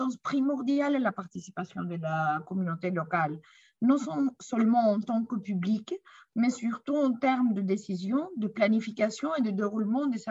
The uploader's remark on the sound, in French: Séance enregistrée sur Zoom